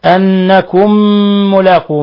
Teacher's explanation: ميم ساكنة مع ميم متحركة، أضغمنا الميم الأولى في الميم الثانية · Term: الإضغام